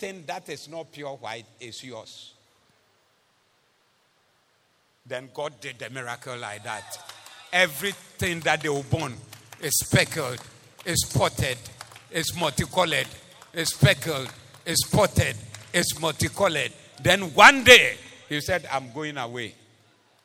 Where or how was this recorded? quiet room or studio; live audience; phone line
live audience